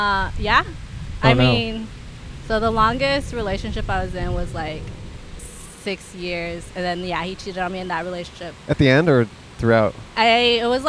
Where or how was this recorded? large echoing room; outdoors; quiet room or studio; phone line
outdoors